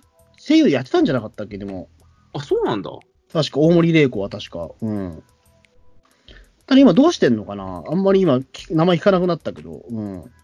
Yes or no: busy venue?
no